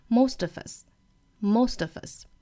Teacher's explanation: most 美音的话呢，我们注意这个 most 没有这个双元音的滑动了